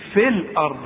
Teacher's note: انما دلوقتي نقول في الارض وكأن الياء غير موجودة